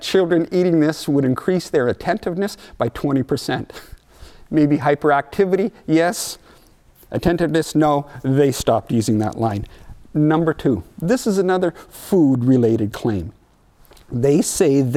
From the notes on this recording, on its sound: audio only recording of our service